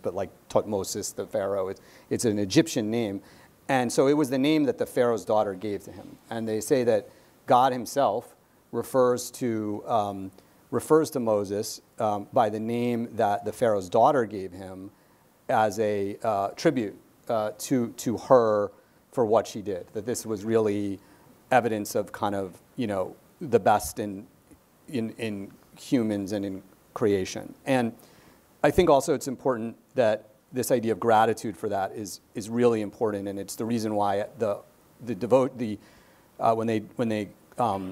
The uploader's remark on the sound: our in-person event